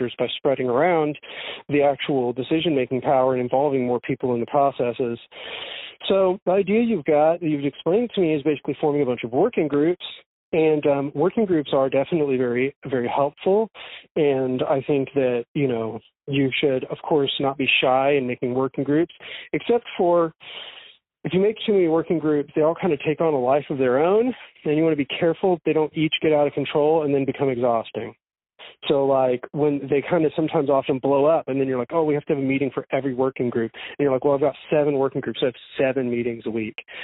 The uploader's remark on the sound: an impromptu call